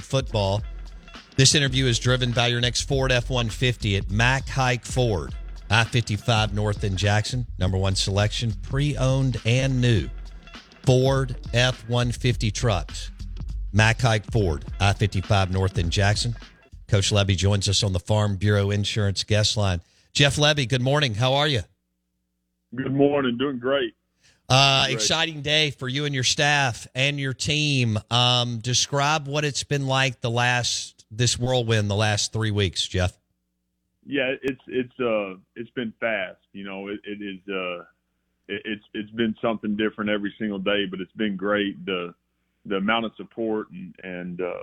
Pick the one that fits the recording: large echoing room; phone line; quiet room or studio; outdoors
phone line